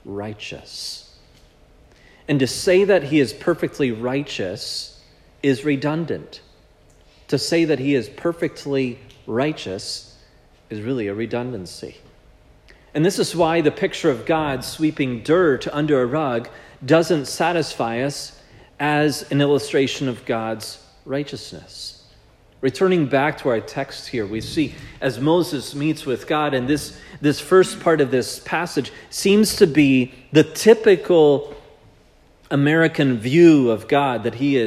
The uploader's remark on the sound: This sermon was preached at Providence Church on January 14, 2024